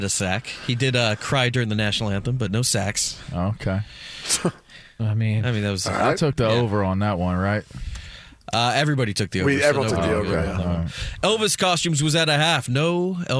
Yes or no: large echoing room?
no